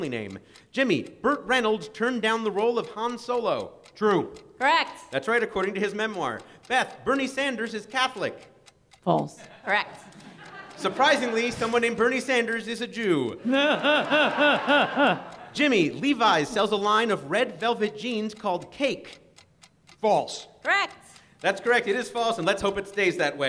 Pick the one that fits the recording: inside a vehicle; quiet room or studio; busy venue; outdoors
busy venue